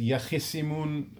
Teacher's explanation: the ta and the sad are mudgham. They're elided one into the other, so it just becomes shut down the sad instead of the ta sakin and the sad muharrak. · Term: idgham